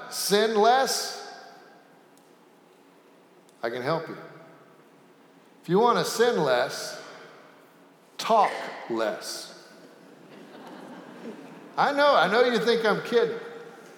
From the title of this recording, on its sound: Sanctuary Service